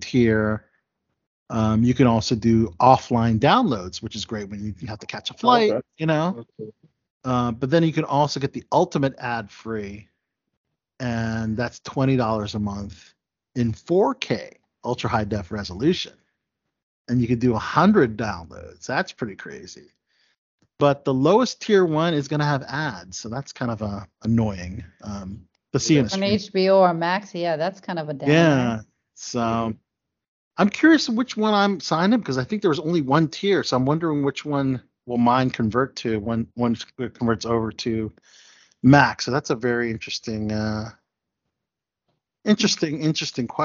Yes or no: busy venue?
no